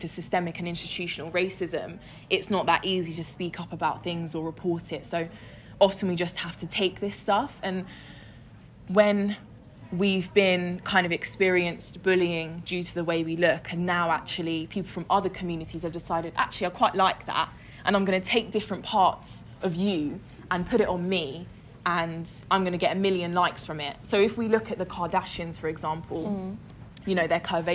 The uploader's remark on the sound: Primadonna Festival live show